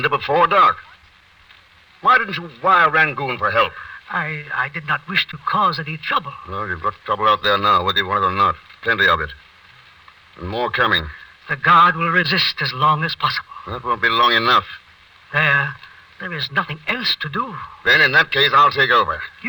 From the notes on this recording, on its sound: As these shows have been in the public domain for quite some time, the audio quality of these episodes can vary. It’s most likely the audio file itself.